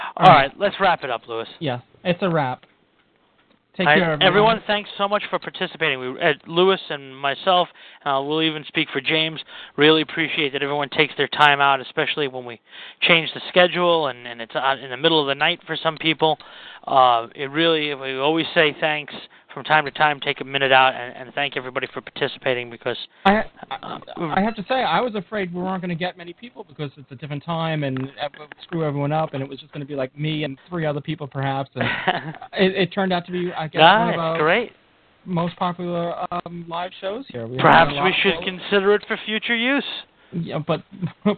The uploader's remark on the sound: With live listener feedback. Recorded live on the net via TalkShoe on Sunday, 10th of June 2007. Note: This is a "Rough, Ready, and Raw" version -- this podcast episode is going out as it was recorded, with no post production work...